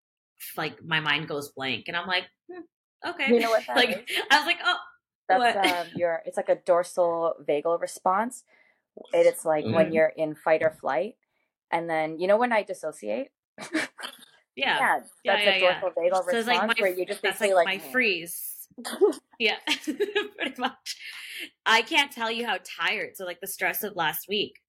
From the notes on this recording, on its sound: The technical difficulties made this episode challenging.